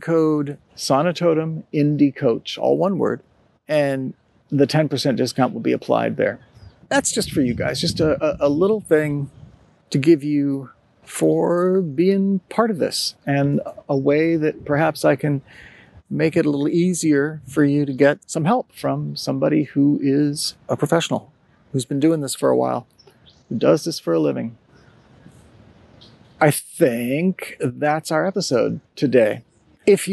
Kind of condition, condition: setting, outdoors